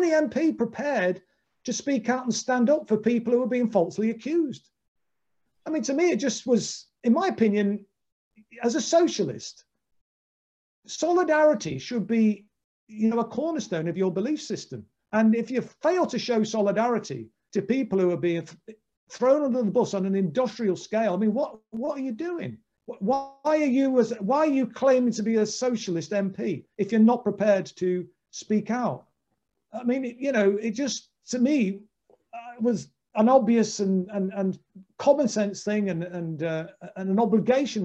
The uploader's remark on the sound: In this online event